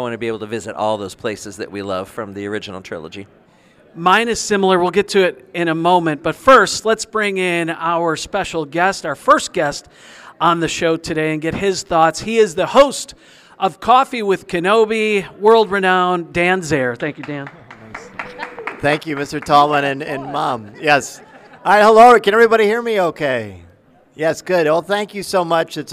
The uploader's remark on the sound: A short time ago in a galaxy near by we attended the annual S.T.E.A.M. Into Star Wars event held at Washington Community High School in Washington, IL and we had a blast!